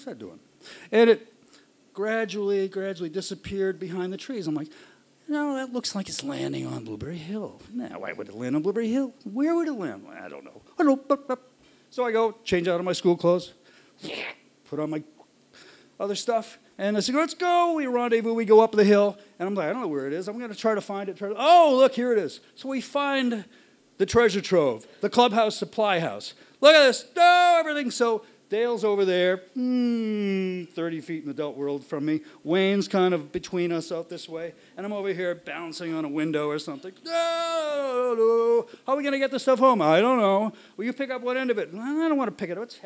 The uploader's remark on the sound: Recorded live in Boston, MA at Internal Matter on February 16, 2016.